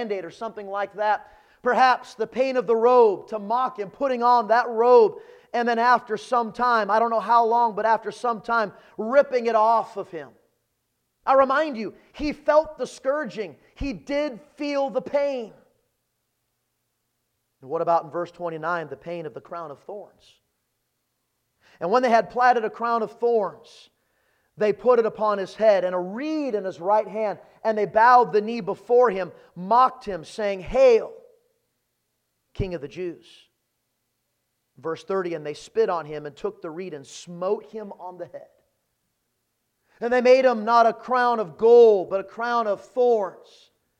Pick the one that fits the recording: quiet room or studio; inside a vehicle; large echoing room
large echoing room